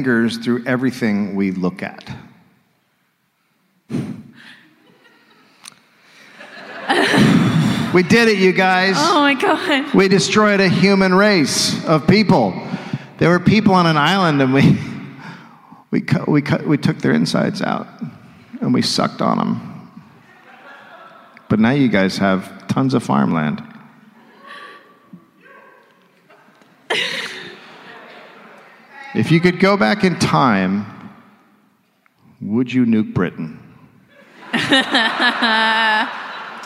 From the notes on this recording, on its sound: Live in Adelaide.